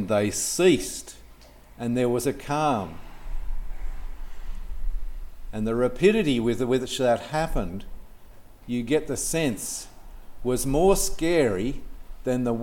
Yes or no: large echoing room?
yes